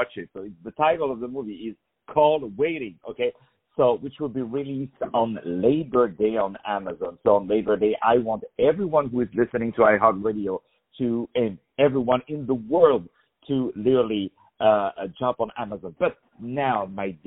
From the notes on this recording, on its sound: On the phone